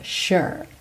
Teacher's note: O S tem esse som sh, de SH